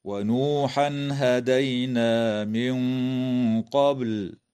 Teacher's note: وتخفى النون الساكنة عند القاف مع الغنة مفخمة في قوله تعالى: من قبل، مع قلقلة الباء في كلمة قبل، ويجوز الوقف على هذه الكلمة من قبيل الوقف الكافي، هكذا: ونوحا هدينا من قبل.